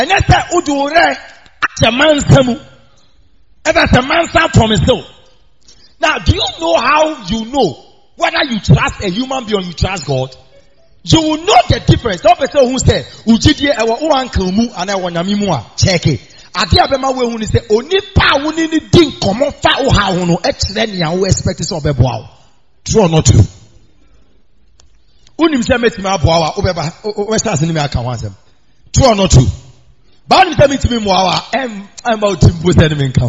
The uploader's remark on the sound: preached on wednesday at the miracle arena